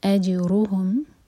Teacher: جیم پر قلقلہ اور رو پر زور